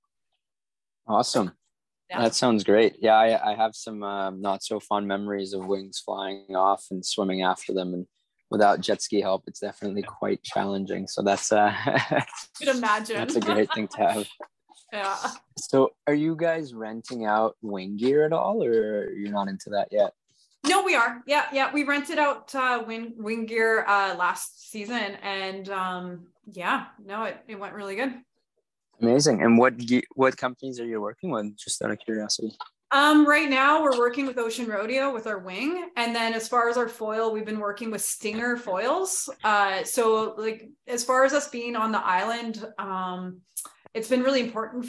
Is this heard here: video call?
yes